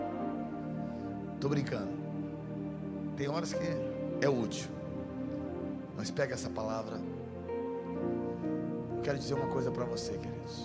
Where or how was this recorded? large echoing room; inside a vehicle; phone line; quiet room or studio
large echoing room